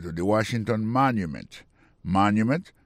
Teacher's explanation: Pour mot monument, il tombé sur premier syllabe là